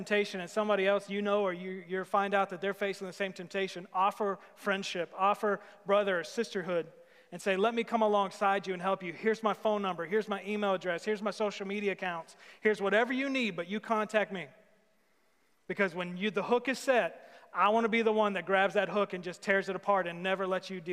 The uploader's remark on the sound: Sermon series at The Fellowship at Two Rivers. Recorded live on August 16, 2020.